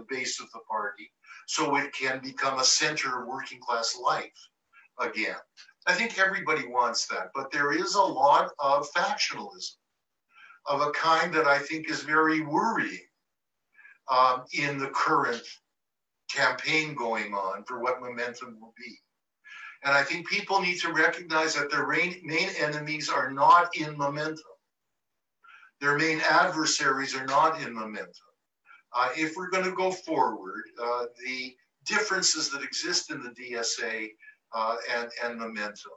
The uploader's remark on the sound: Recording of TWT and Verso's Zoom call.